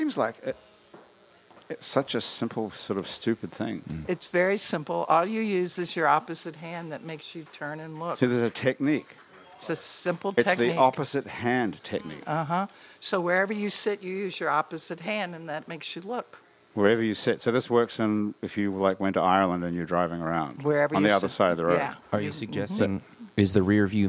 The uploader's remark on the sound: It's New Orleans Happy Hour is recorded at the iconic Maple Leaf Bar in Uptown New Orleans.